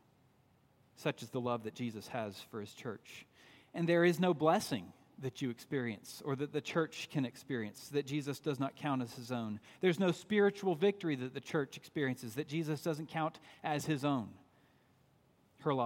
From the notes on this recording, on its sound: At Redeemer Presbyterian Church in Charleston, SC, on Sunday, June 23